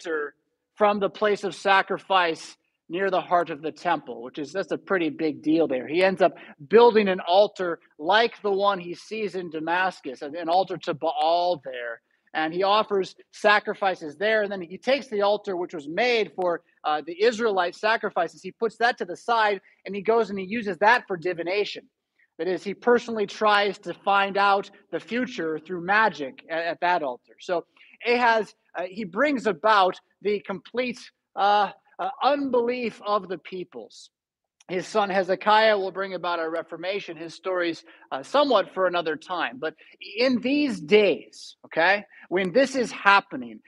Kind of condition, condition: setting, large echoing room